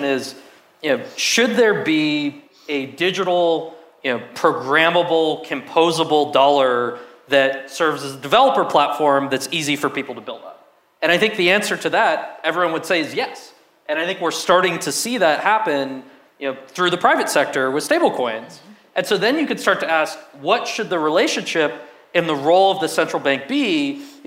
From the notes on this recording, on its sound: Live onstage panel as part of Empire Startups New York FinTech Week! Originally recorded for Fintech Insider podcast.